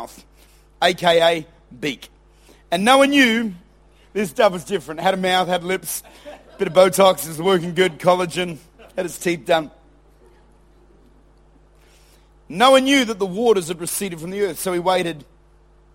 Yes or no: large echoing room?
yes